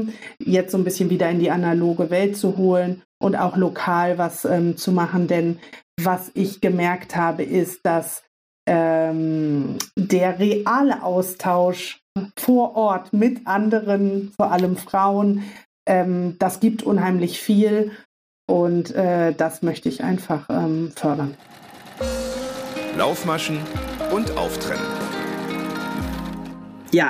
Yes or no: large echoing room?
no